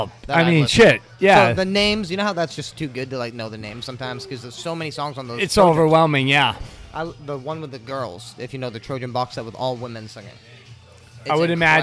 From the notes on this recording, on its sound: We record live and on site at CoCoc bar and grill, new local Mexican restaurant located in the heart of Biddeford, Maine.